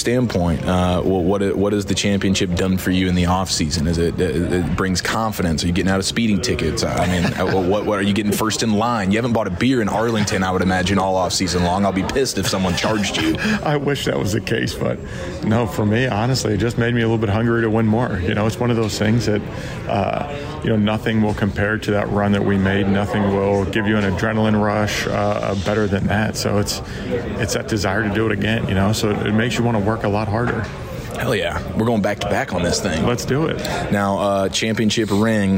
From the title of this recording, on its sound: live from Spring Training